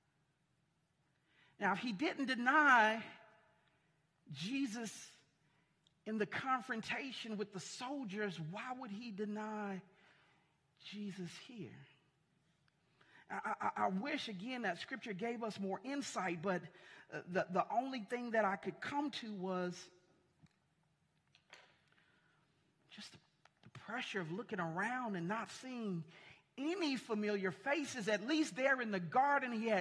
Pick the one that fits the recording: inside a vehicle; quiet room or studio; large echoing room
large echoing room